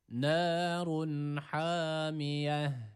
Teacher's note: sonda durduğumuz için burada yine T harfi H olarak okunması gerekiyor